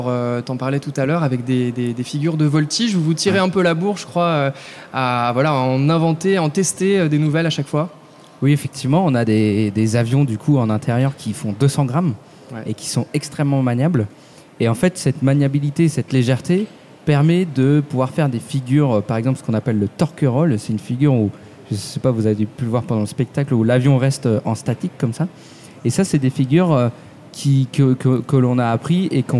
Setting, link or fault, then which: setting, live audience